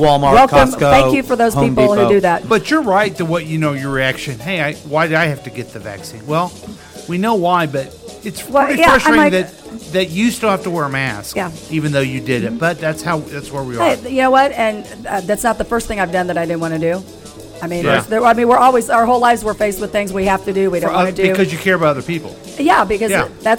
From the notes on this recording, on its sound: Live from The Lakewood Local